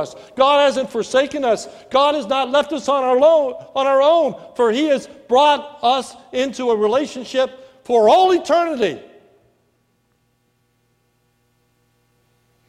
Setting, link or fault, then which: setting, large echoing room